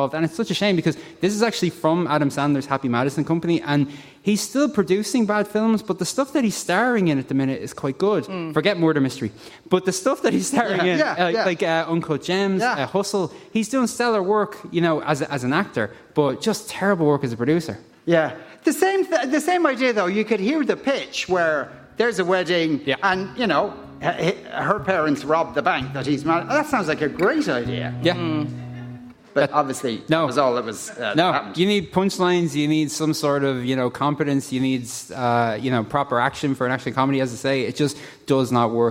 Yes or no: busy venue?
yes